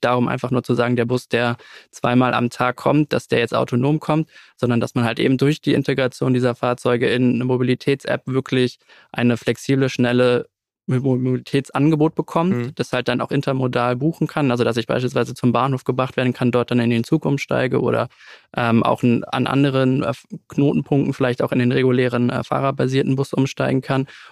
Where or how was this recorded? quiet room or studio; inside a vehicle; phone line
quiet room or studio